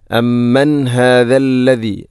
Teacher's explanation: ഇവിടെ അമ്മൻ ശേഷം ഹാ, ഹാഇൻ്റെ ശബ്ദം കൃത്യമായിരിക്കണം, തൊണ്ടയുടെ ഏറ്റവും അടിഭാഗം